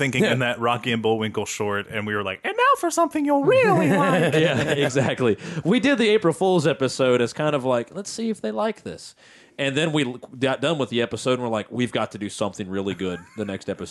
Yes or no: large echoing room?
no